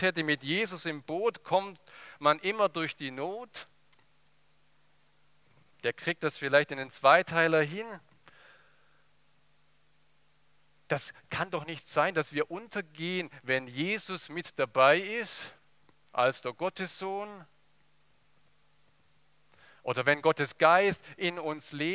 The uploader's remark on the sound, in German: aus dem Gottesdienst der Liebenzeller Mission